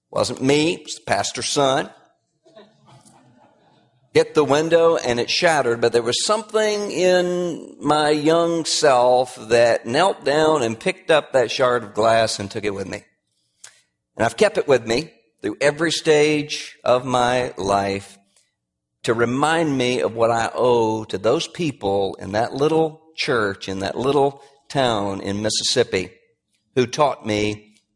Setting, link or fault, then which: setting, large echoing room